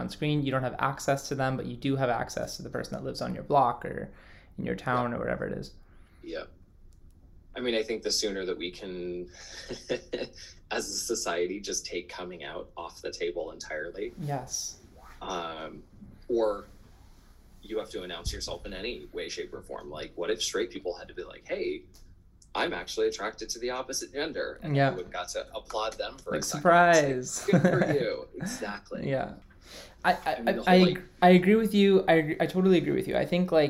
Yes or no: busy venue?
no